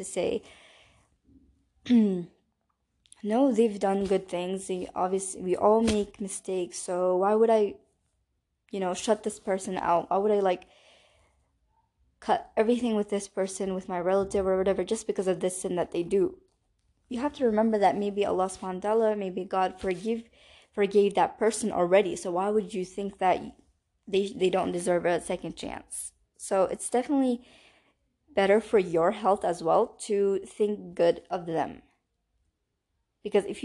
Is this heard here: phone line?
no